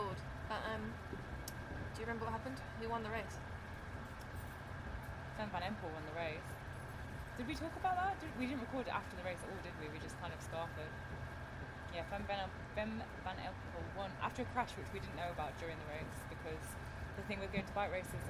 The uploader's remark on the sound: Headed over to Belgium to watch the CAPS Urban Cross X2O Trofee in Kortrijk. I forgot the muff for the microphone (sorry about the wind!!).